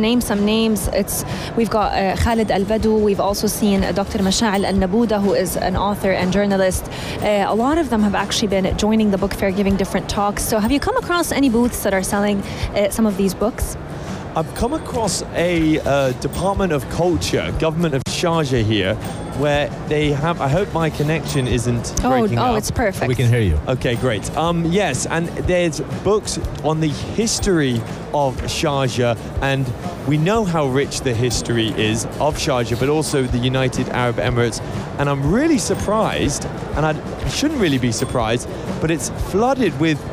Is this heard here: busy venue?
yes